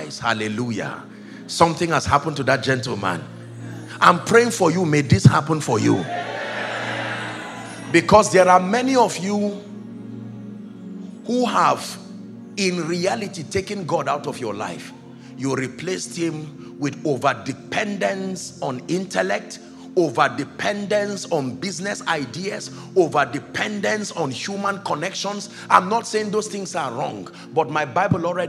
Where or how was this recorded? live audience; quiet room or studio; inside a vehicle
live audience